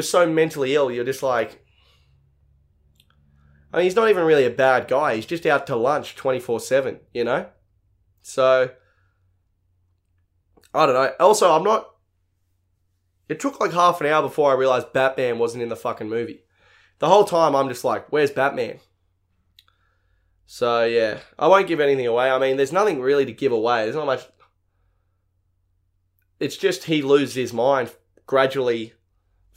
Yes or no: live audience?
no